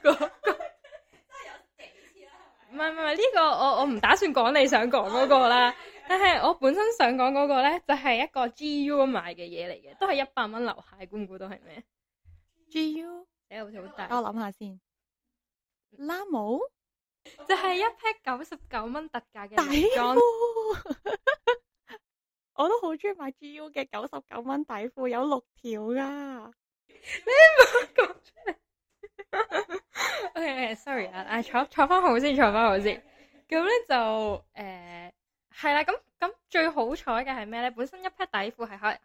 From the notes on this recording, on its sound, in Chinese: 今次係我哋嘅第一次錄音同edit，遇上大量嘅technical issues 同場地問題。